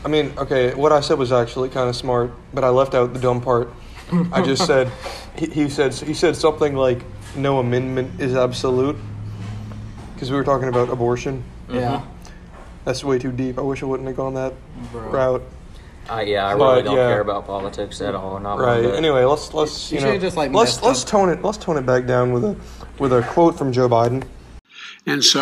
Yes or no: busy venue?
yes